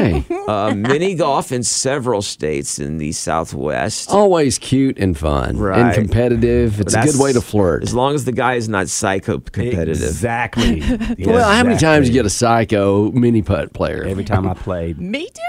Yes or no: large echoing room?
no